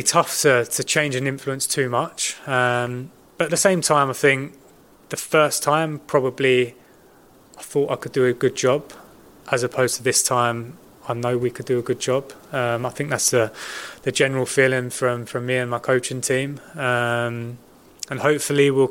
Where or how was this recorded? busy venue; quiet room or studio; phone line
busy venue